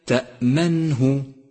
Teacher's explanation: تأمنه، وهذا خطأ شائع، والصواب تأمنه. ثم لاحظ بعد ذلك سكون حرف النون وإياك من ضمه، فهي تأمنه وليس تأمنه، فتنبه.